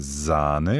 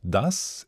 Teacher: Das S in Sahne ist stimmhaft. · Shown in: first take